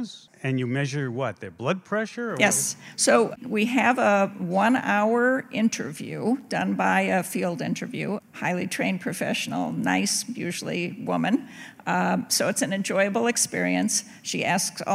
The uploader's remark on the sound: In front of a live audience at the Studebaker Theater in Chicago, Illinois, presented with WBEZ and Mindworks.